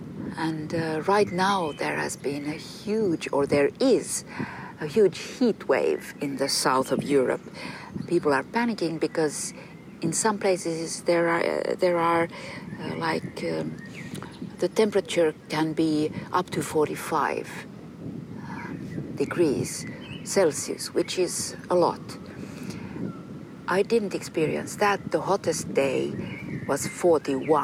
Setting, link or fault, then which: setting, outdoors